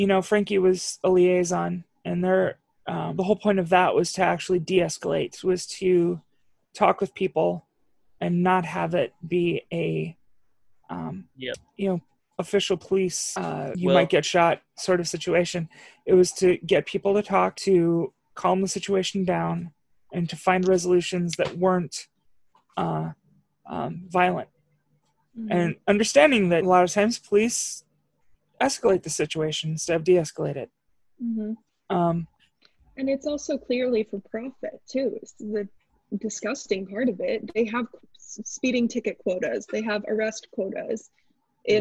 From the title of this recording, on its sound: another zoom edition